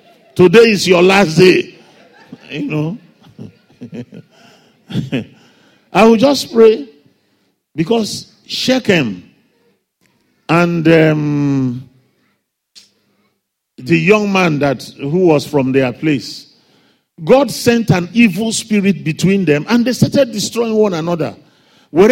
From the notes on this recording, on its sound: Father’s day Sunday Service message. A guest minister to RCCG – Fountain of Love, Aberdeen, UK.